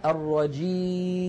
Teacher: سددت الأنف الآن ولم يتغير الصوت، فنطقنا كان بياء صحيحة خالية من الغنة